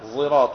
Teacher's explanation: وهو صوت خلط الصاد بصوت الزاي · Term: إشمام